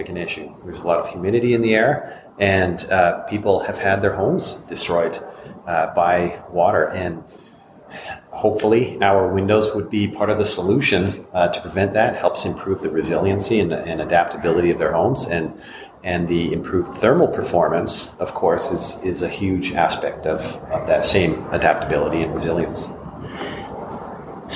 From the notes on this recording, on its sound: In this special bonus episode recorded at the PhiusCon 2023. The Passive House Podcast at the Passive House Network Conference.